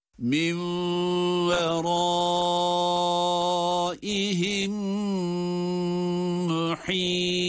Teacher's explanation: Burada yine bir idgam misleyin ma'al hunne var. Yani cezimli mim, diğer mim ile birlikte şeddeli gibi okunuyor.